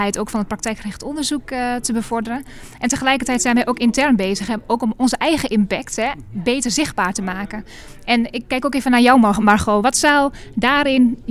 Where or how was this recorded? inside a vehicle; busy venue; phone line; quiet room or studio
busy venue